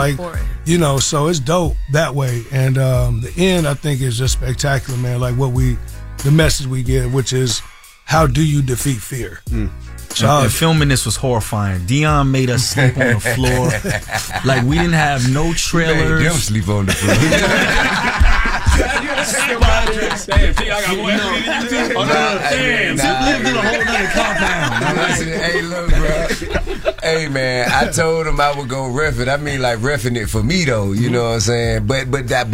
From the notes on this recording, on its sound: We also open our phone lines